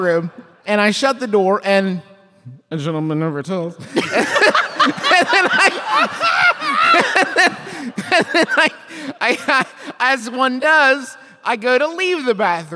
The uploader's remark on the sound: Live from the road in beautiful Beantown, it’s the Fancy Takes Flight Boston Show